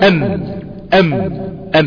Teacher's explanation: الميم تخرج من الشفتين بانطباقهما